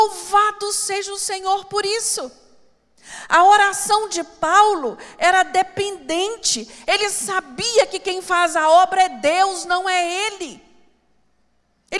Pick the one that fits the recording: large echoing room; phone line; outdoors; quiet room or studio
large echoing room